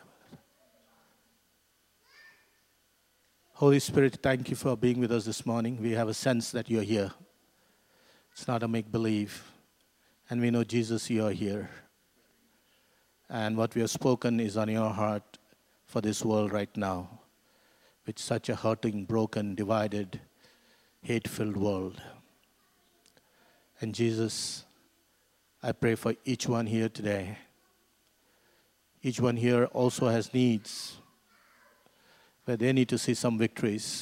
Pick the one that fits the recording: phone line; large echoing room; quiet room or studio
large echoing room